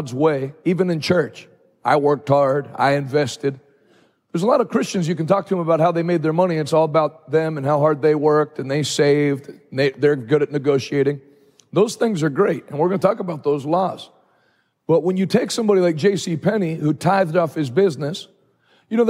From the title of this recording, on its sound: Live from Hope Church St. Louis Day 2